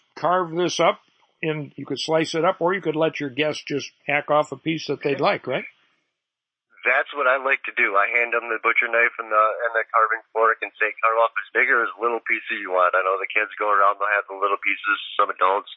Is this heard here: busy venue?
no